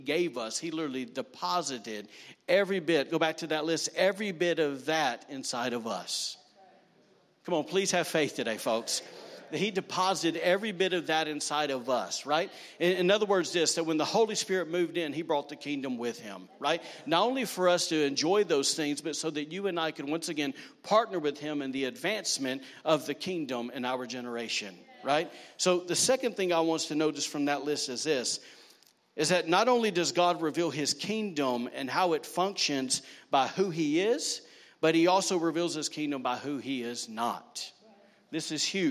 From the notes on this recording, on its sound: recorded on Sunday, August 18, 2019, during service at The Anchor Church in Rockport, Maine.